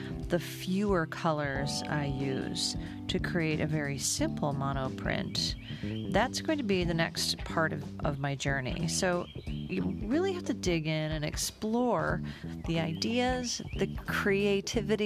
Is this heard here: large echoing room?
no